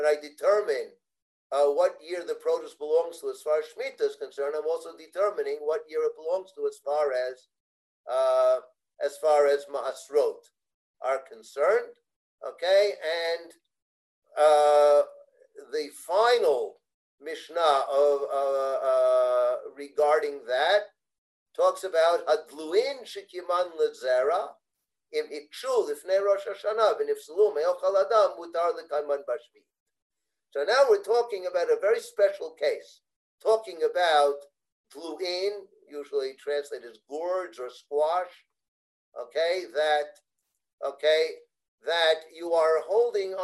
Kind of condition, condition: link, video call